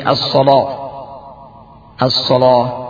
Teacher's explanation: Membuat tafkhim lam sehingga menjadi as-salah